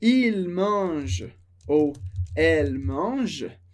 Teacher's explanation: Então, quando eu falo il mange ou elle mange, a pronúncia é exatamente a mesma de il, elle mange. Porque o ENT, a gente não pronuncia, termina sempre no som de J, J, som do G.